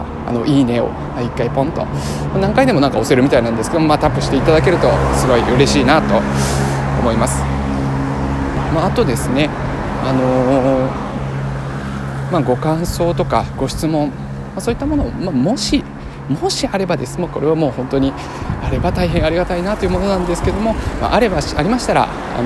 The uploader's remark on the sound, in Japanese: 歩きながら収録したので、雑音が多くてすみません